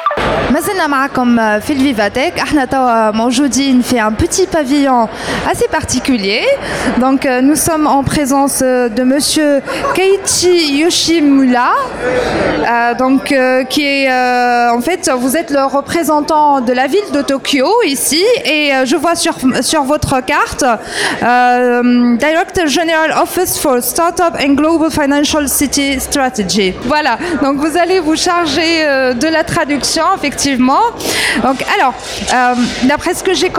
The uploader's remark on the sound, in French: DigiClub Special Edition : En Direct de Paris. Nous avons interviewé au salon VivaTech 2023.